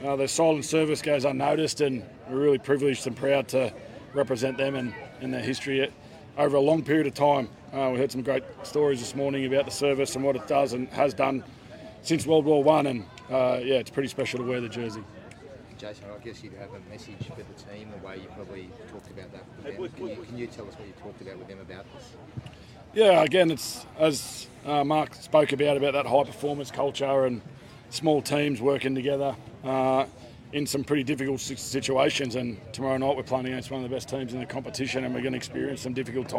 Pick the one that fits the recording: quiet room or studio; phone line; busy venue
busy venue